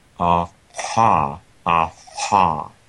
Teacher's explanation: I'm going to see if I can demonstrate the epiglottal fricative, the unvoiced epiglottal fricative. · articulated with the aryepiglottic folds against the epiglottis